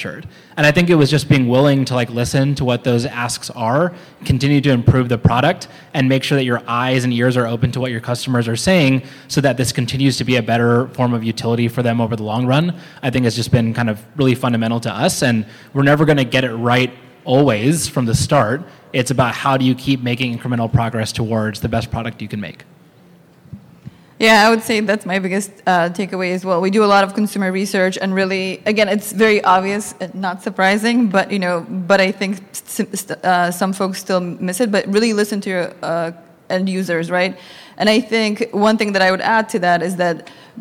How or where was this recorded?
busy venue